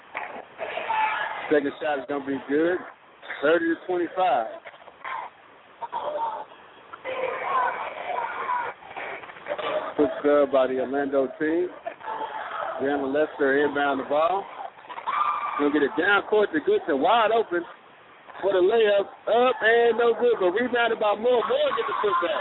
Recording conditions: busy venue